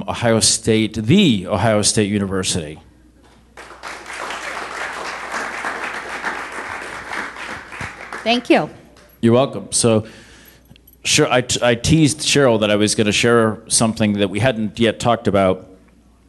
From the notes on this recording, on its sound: Startup Grind Columbus. This is the audio recording from the live event.